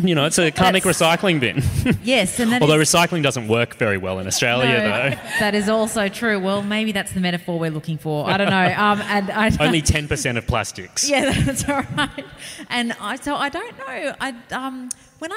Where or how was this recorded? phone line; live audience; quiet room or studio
live audience